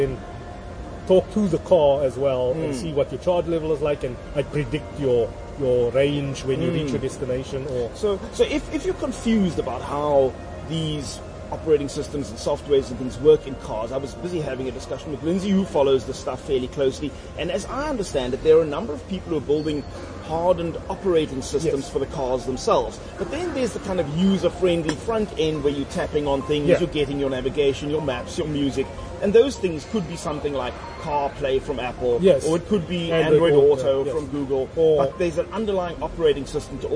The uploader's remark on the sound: Recorded at Wimpy Canal Walk